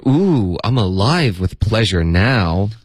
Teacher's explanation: 他的这个 now 应该加了一个重音